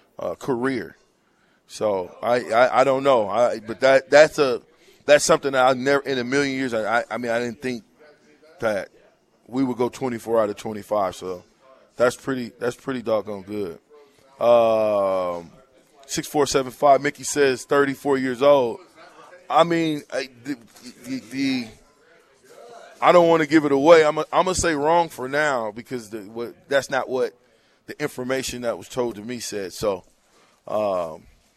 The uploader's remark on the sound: Live from WingStop